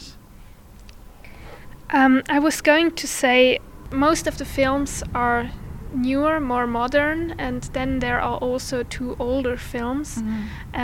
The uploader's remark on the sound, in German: Festivalausgabe live aus dem Merkerareal in Baden.